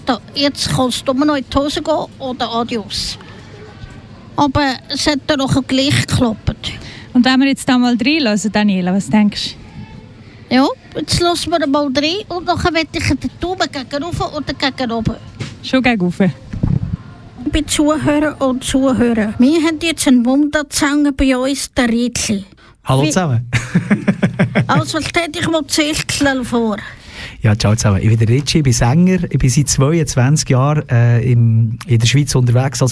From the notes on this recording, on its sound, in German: Live vom Dorffest Biberstein. Die Redaktion Happy Radio berichtete zwei Stunden live vom Dorffest aus Biberstein.